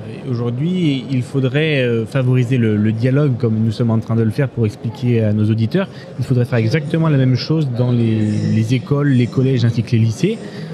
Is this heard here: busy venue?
yes